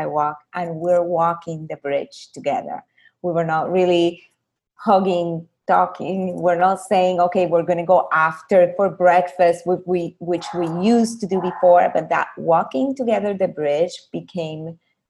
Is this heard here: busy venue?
no